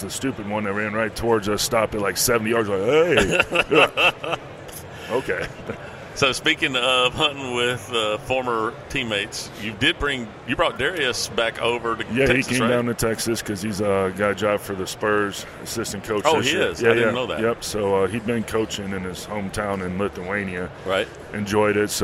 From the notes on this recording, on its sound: At the 2019 ATA Show during the Browning Trail Cameras takeover of The Break Podcast.